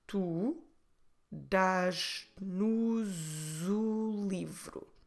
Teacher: So what happens is that S in the end, that we would normally read as a sh sound, nos, will become like a Z sound